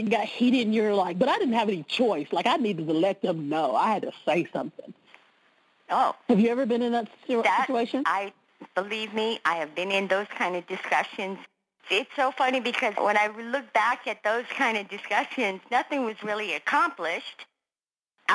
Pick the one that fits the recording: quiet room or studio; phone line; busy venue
phone line